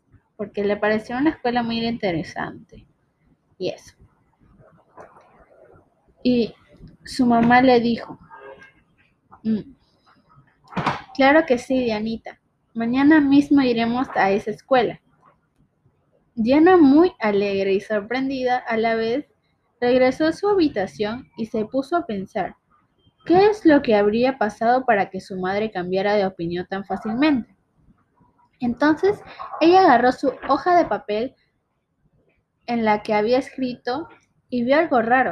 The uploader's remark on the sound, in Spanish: pido unas disculpas por el audio y las cortadas